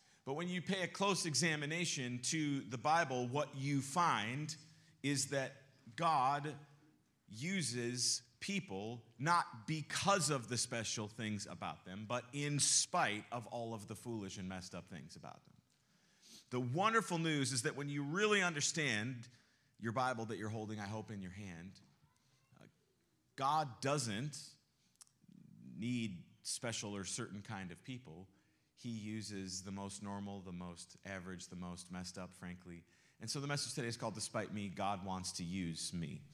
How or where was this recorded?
large echoing room